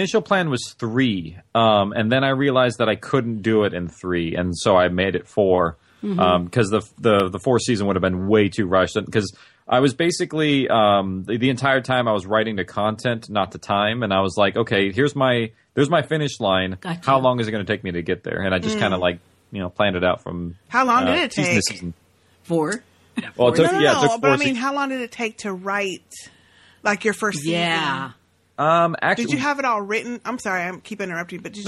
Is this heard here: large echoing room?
no